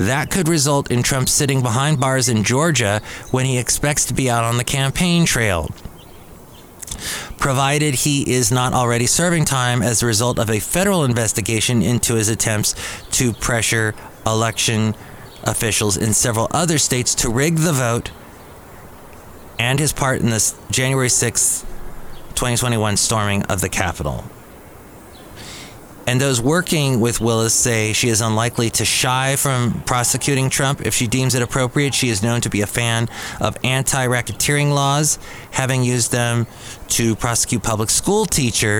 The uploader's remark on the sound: podcasts live from Cafe Anyway